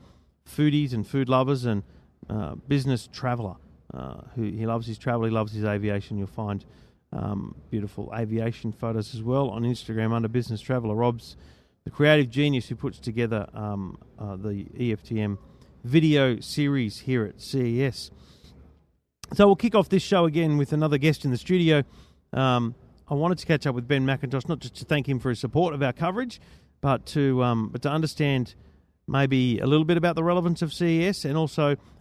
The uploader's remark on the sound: Live from CES 2017 in the EFTM Studio